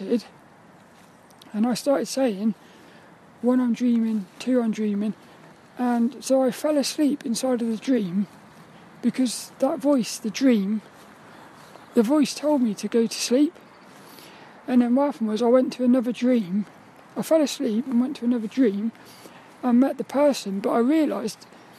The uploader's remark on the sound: This 'About The Tings' episode was a walk and talk around the squirrel park